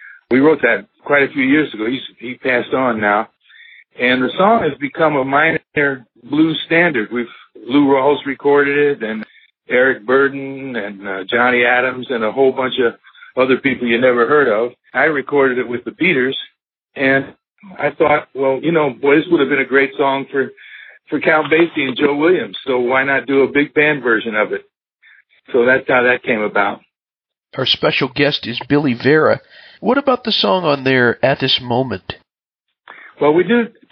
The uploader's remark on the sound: This episode features a telephone interview